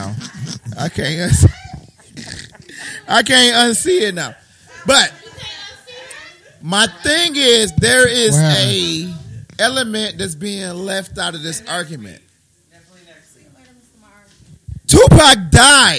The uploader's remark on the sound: Our First Live Podcast